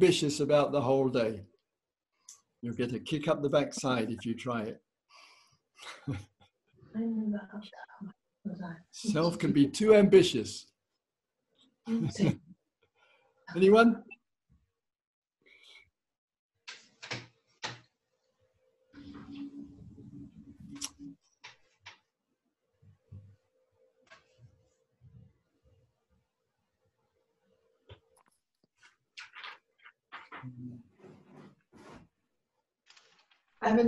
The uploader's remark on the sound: Insight Zoom Retreat